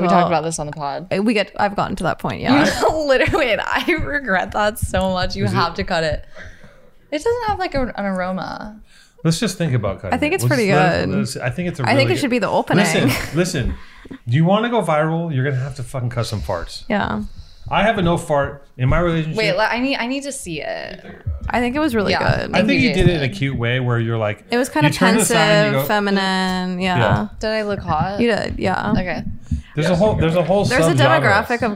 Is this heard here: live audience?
no